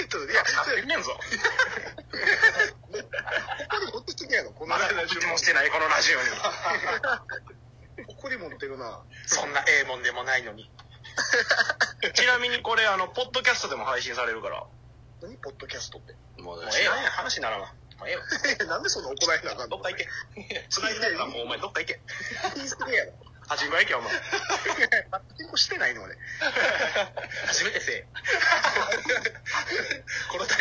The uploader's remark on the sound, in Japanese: From Radiotalk。音質悪め＆LINEの通知音入ってます。